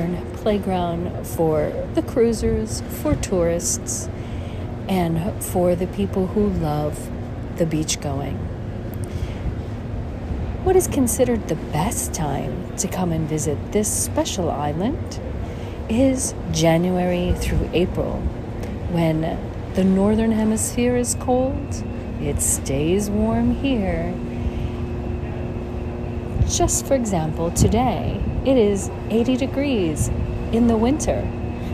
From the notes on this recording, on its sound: On Location Walk and Talk. Philipsburg, Sint Maarten.